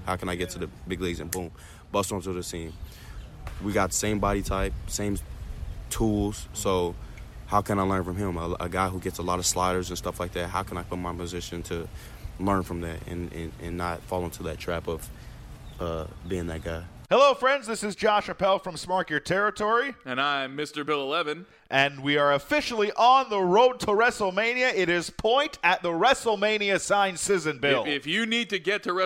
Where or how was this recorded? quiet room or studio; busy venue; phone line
busy venue